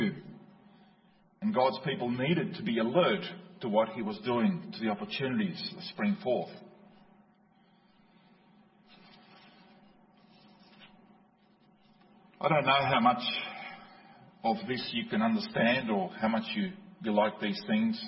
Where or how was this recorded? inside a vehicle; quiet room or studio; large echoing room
large echoing room